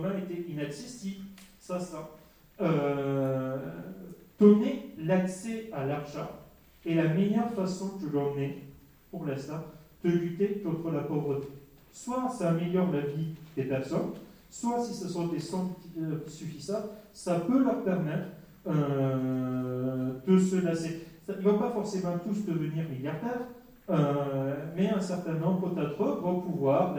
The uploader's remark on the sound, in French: Table-ronde en public